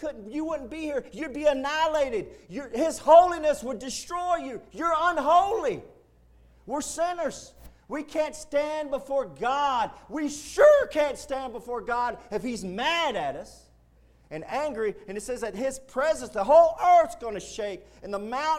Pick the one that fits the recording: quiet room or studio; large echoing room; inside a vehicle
large echoing room